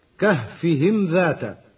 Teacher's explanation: إظهار الميم قبل الذال · Term: إظهارا شفويا